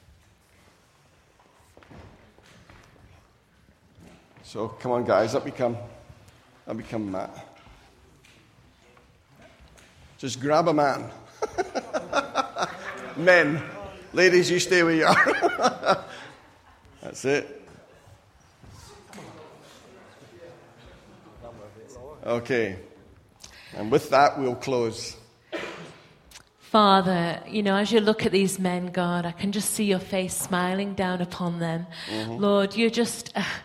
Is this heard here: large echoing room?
yes